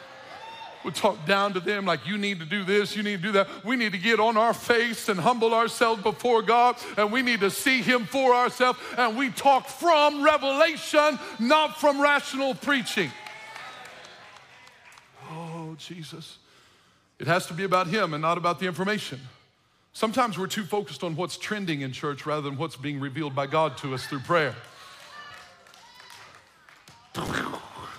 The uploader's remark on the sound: From The Roads Church in North City, Illinois, delivers a passionate sermon at the "Empty Conference."